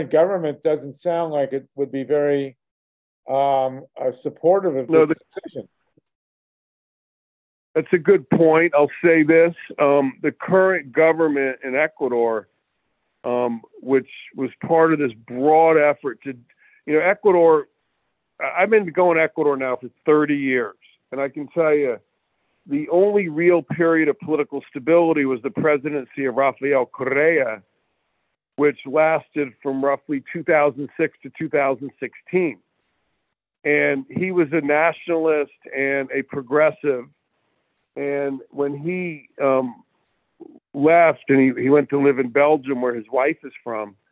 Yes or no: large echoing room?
no